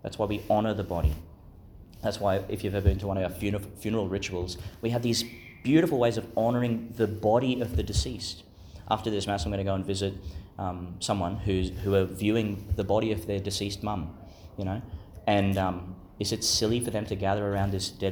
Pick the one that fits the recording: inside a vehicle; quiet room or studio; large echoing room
large echoing room